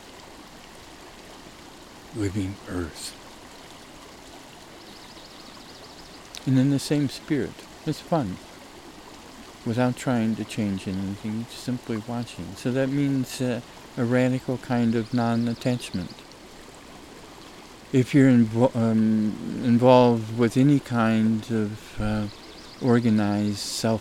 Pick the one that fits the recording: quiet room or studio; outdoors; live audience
outdoors